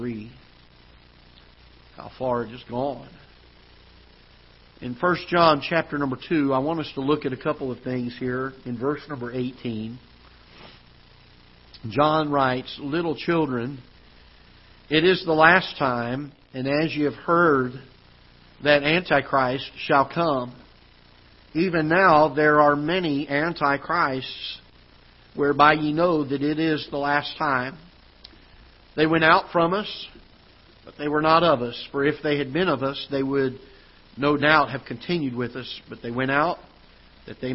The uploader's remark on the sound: Ketha Heights Baptist Church ~ Live Broadcast